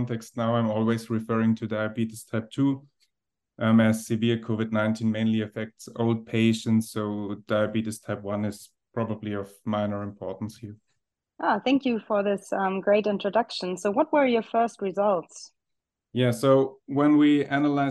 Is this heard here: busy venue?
no